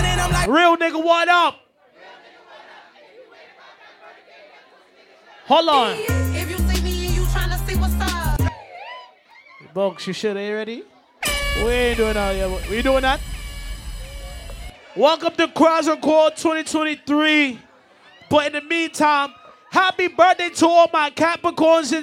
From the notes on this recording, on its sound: Kwanzaa Crawl 2023 LIVE AUDIO